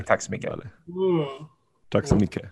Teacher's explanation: So they tend to drop the final T's as well. So you'd, in casual Swedish, you'd just say Taksamiket. You would kind of drop the last T.